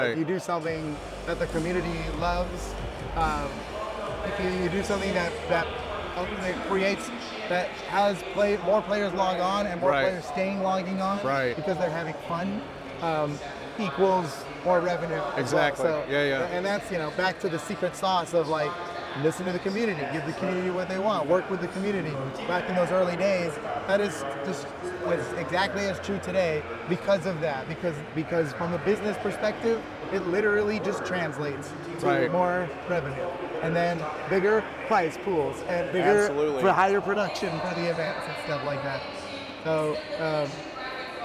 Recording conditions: busy venue